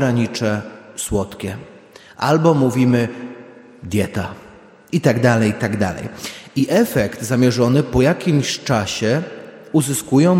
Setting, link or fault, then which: setting, large echoing room